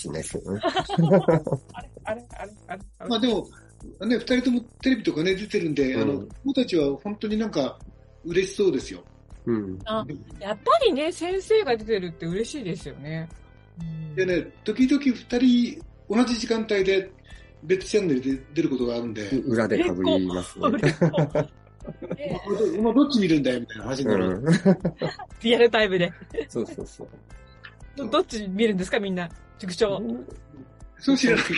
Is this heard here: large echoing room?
no